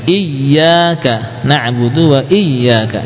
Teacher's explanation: sukun dibaca dengan intonasi yang dinaikkan sedikit